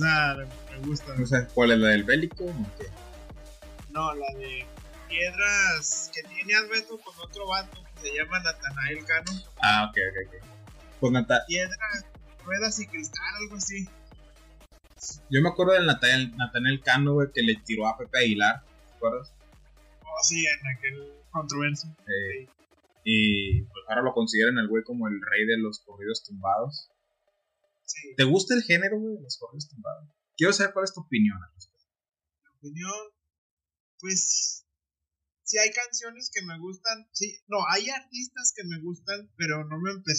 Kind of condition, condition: fault, poor sound quality